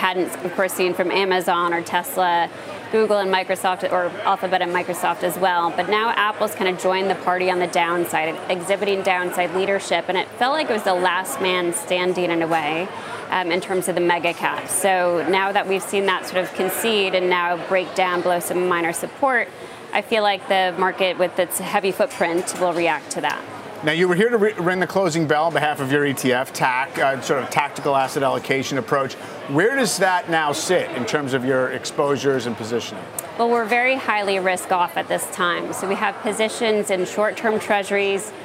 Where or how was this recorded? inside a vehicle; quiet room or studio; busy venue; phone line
busy venue